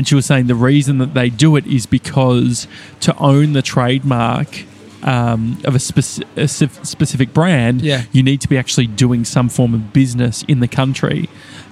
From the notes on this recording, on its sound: we're live from Donut King in Rowville!